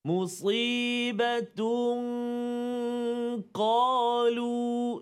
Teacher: tanwin bertemu dengan huruf qaf maka dengung bacaan dia dua harakat · Term: ikhfa hakiki